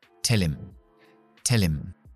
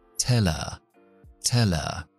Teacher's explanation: Van a perder la H.